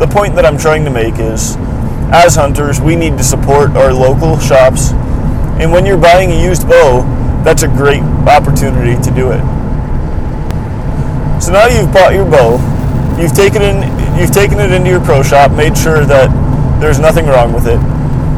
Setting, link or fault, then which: setting, inside a vehicle